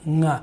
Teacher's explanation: a velar nasal, the NG sound, ng, which is all over English, but it's never at the beginning of a word. And so for us, a word like nga, which simply means, in Na'vi means you, is very strange.